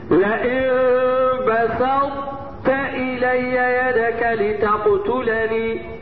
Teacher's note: ادغام الطاء في التاء ادغام ناقص، تذهب ذات الحرف وتبقى صفته